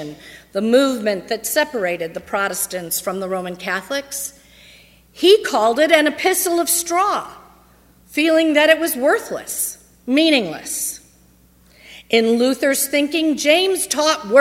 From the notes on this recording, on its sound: on Sunday, August 30, 2015, at First Presbyterian Church of Arlington Heights, Illinois.